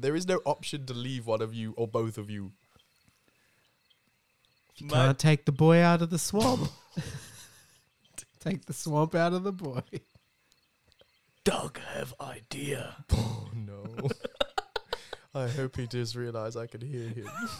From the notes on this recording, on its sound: This episode is recorded on location in the swamp